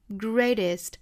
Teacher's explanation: have the greatest ability toheal。那我们发现呢在这句话后面的这一半部分呢出现了很多单词的一个半浊音的一个状态，比如说像这个 greatest,在英音的读法里面这个 t 的发音是发成一个爆破送气的一个很强烈的一个 t 的发音，但是美音里面是会把它发成一个半浊音的 r,也就是这个音呢是发成一个 d,但是又不是一个十足的 d, 是需要做一个舌尖在上颚的部分的轻弹而过 · Term: flap t